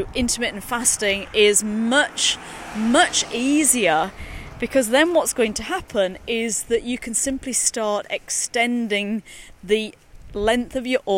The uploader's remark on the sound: recorded during daily walks